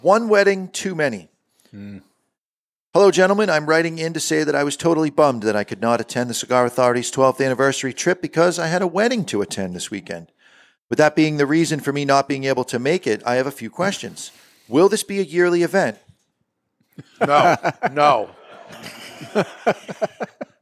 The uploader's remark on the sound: Broadcasting live from the Toscano Sound Stage in Salem, New Hampshire. Our studio audience flew from around the world, to join us as we celebrate 12 years of the show!